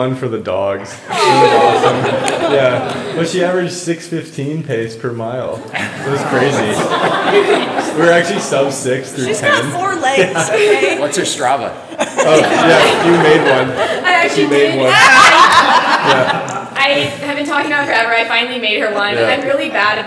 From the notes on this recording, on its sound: Live at the Auburn Aid Station. To have an in-person live podcast recording at the Auburn Aid Station store just two days before the Canyons Endurance Runs by UTMB race.